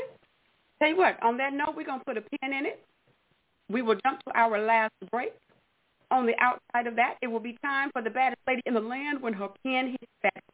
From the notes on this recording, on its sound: your phone calls